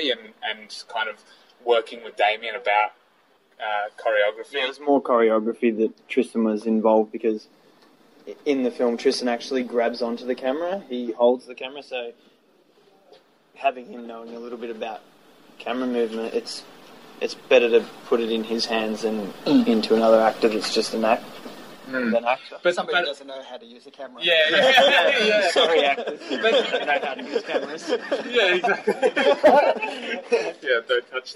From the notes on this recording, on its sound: Was recorded outside Luna SX after I'd had a chance to see the film.